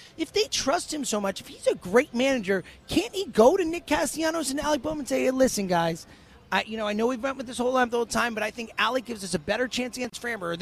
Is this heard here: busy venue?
yes